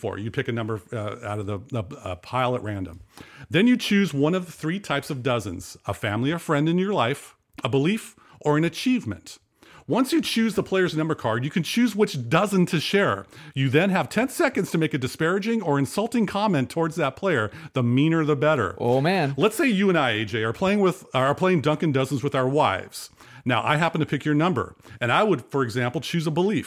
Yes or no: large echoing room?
no